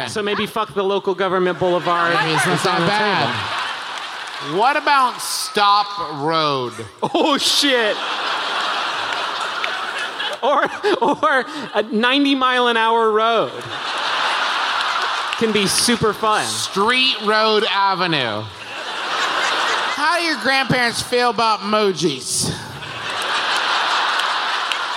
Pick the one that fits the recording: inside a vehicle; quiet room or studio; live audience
live audience